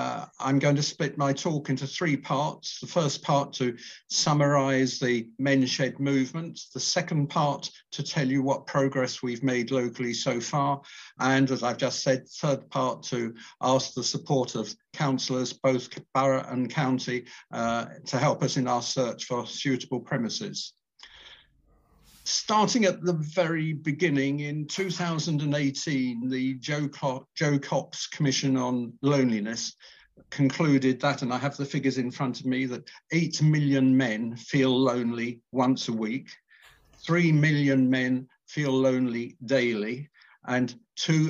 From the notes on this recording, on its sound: The event was held on zoom